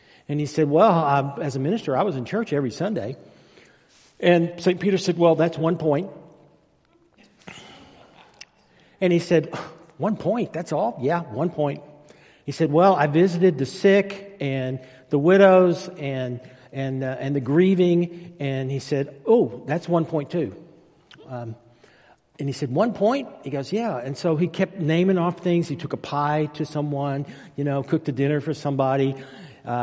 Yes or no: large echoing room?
yes